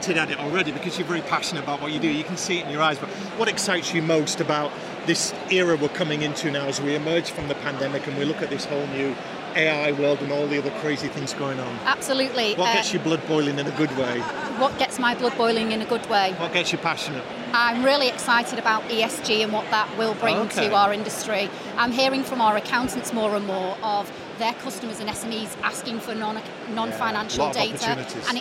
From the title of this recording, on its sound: Accountex 2023 Live Interviews